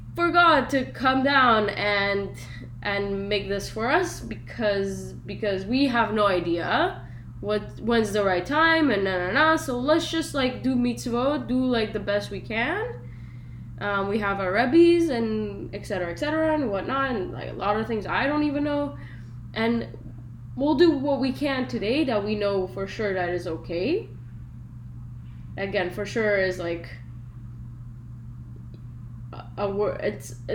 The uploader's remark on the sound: sorry for the poor quality :( recording